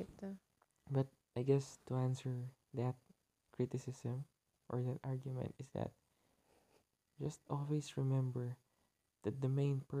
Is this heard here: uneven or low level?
yes